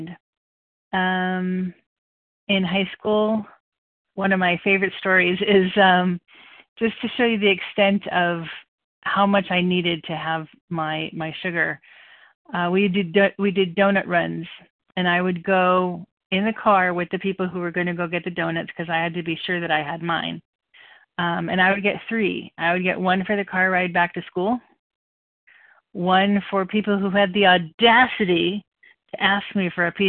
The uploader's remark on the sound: from the 100 Pounders Phone Meeting, 5/2/23